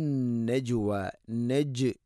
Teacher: നജ് ജീമിനെ ഖൽഖല ചെയ്യണം, കേൾക്കണം